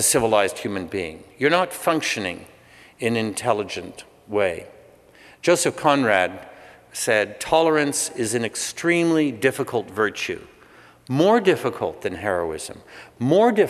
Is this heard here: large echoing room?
yes